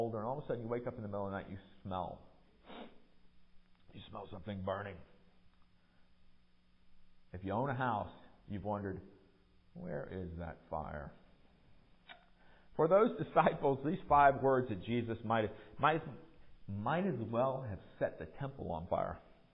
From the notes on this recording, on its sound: Recorded during worship at MPPC on Sunday, February 12, 2023